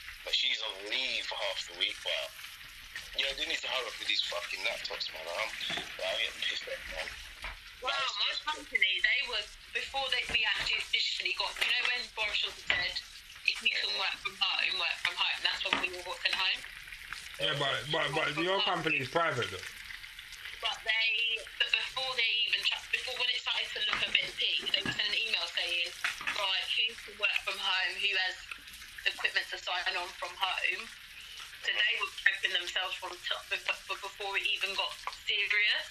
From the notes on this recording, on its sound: this episode is over the phone so quite sound is a little off